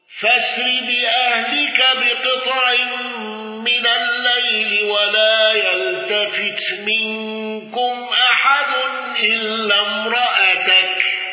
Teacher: أبو عمرو بالإدغام وقصر المنفصل